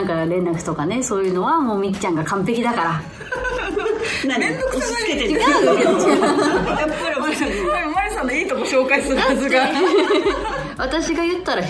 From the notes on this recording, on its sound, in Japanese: 公開収録後半の部